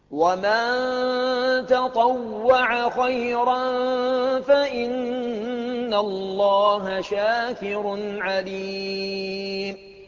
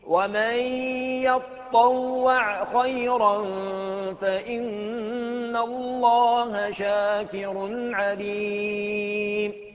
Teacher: الموضعان يقرأهما المرموز له بالشين من شاعة وهو حمزة، والكسائي يقرأهم كما بين في هذه العبارات وفي الكلمة نفسها، ومن يتطوع بدل ومن تطوع بالتاء والطاء والعين المفتوحة، يتطوع بالياء والطاء المشددة والعين المجزومة